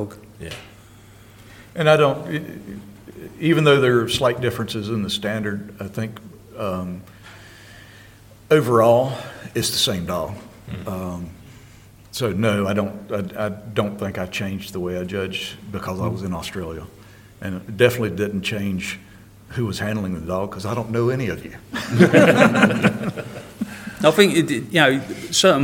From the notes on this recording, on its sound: Our first ever live podcast recording. From the UK. From the US.